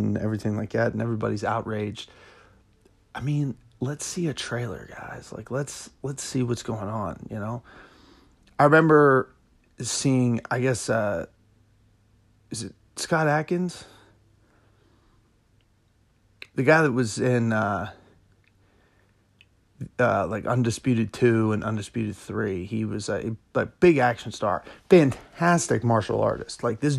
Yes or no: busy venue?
no